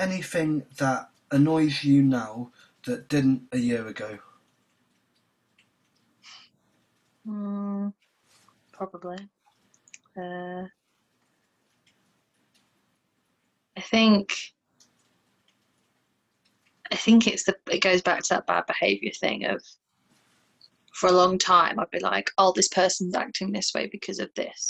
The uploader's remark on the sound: It was the first time I used Zoom to record the interview so that was really exciting and easy to use.